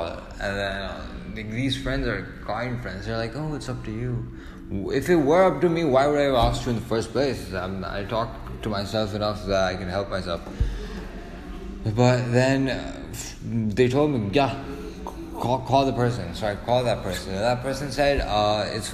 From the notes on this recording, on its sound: I performed a RAP song live in front of hundreds of people.